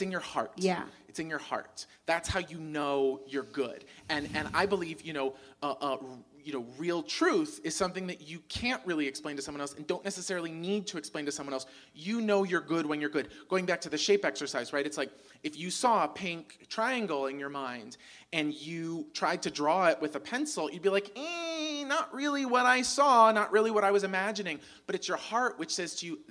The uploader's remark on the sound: TSR LIVE! at the Rialto Theater. Bringing their show to an Urban Outfitters and recording live at the historic downtown LA Rialto Theatre location!